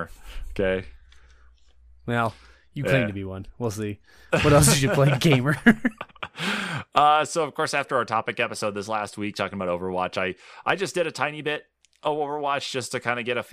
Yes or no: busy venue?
no